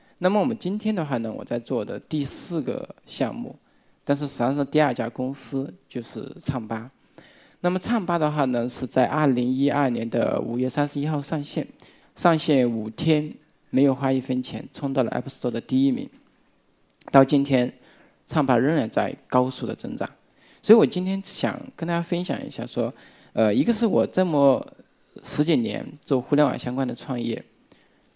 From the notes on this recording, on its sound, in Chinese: 一席现场